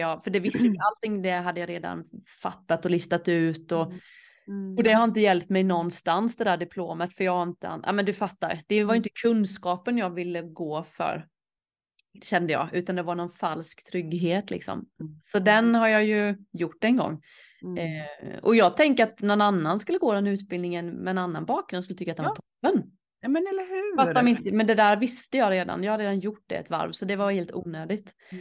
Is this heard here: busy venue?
no